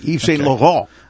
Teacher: You don't say the T.